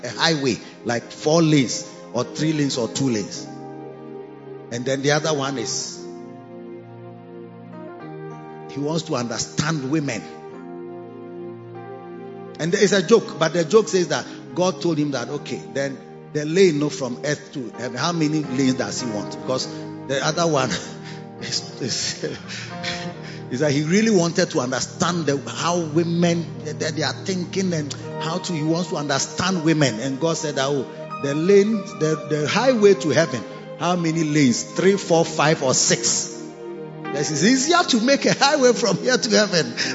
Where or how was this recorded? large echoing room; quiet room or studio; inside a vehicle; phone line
large echoing room